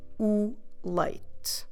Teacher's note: So that last E, or in Portuguese that last E, we're not pronouncing it. We're dropping it as we normally do.